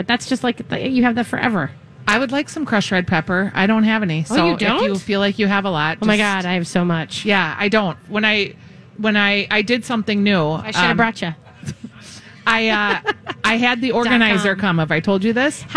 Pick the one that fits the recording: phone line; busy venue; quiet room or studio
busy venue